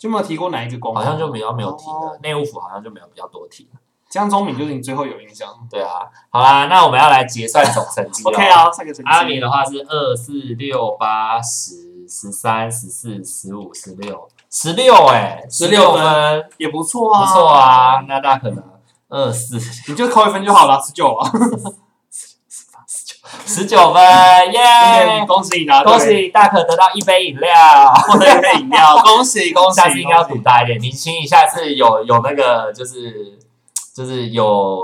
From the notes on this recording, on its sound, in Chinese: 抱歉這一集因為錄音設備設定問題，導致聲音不盡理想